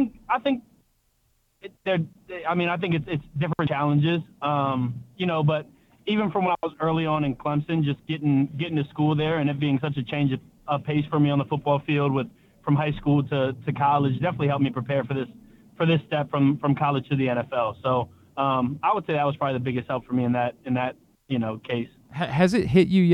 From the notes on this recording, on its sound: Hanging out in studio. On the phone line.